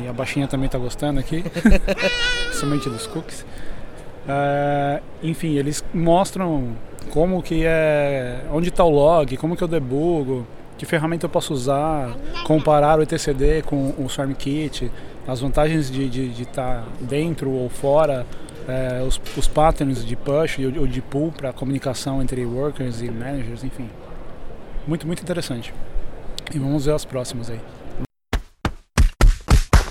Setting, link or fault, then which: setting, busy venue